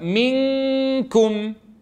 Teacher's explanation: الآن لو أتينا إلى كلمة منكم، سمعنا صوت النون وسمعنا صوت الكاف، فأنا أخفيته عنده، فلم أقرع مخرج النون ولم أقل منكم، وإنما قلت من، وين صار؟ جوا عند الكاف، وبقي صوت الغنة ظاهر. إذن سمعت أنا صدى للنون وصدى للكاف، منكم، واضح؟